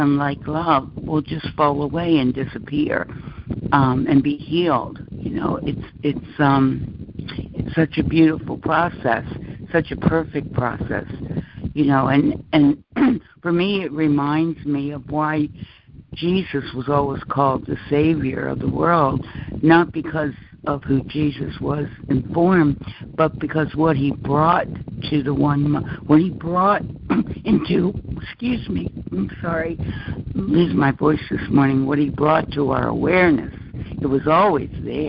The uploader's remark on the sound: ACIM Daily Conference Call